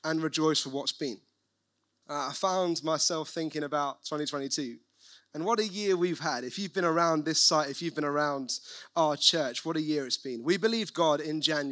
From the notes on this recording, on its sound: recorded at One Church City